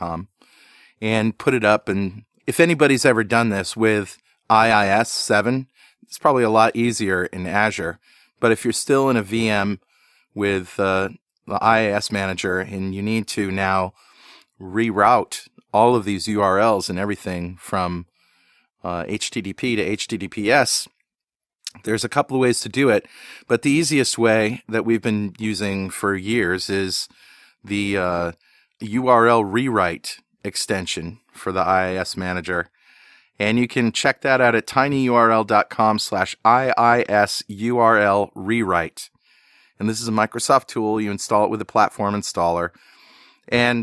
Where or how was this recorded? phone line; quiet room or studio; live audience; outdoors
quiet room or studio